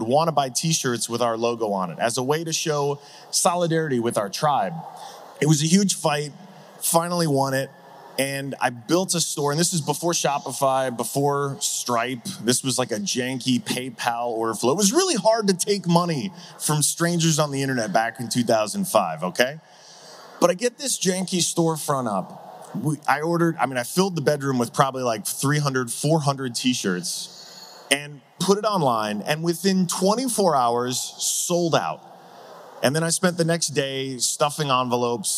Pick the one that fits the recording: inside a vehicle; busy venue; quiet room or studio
busy venue